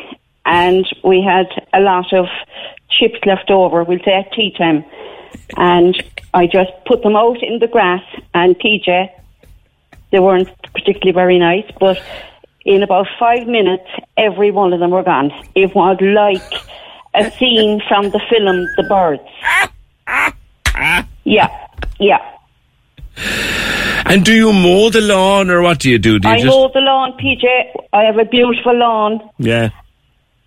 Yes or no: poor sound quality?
no